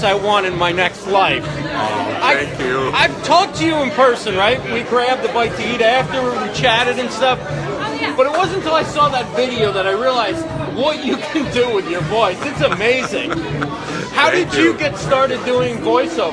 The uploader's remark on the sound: Takes you on-scene for the pre-show event that includes a red carpet, networking, caricaturist, live band, wine tasting, photo booth, social media activity and more at Canary in New York City.